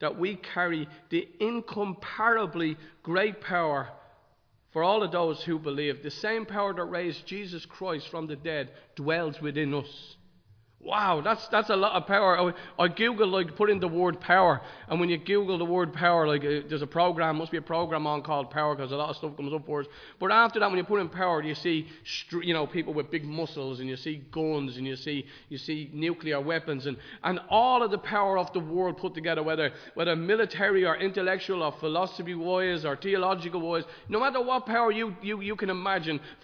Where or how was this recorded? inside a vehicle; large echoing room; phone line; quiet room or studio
large echoing room